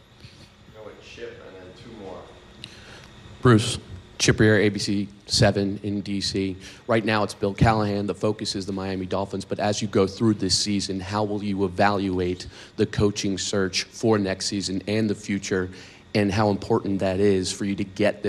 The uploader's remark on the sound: Press conference. Speaks with the media.